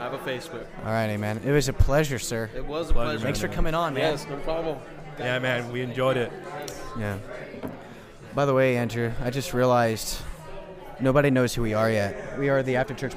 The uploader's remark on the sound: Live at STX CMI conf. On-site at the South Texas Campus Ministry International Conference at UTRGV.